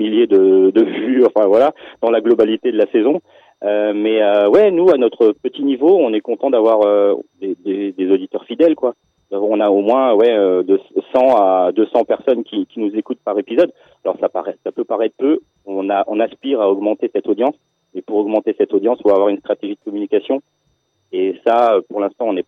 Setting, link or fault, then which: link, phone line